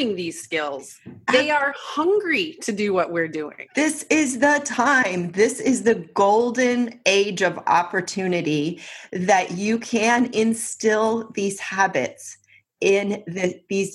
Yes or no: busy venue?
no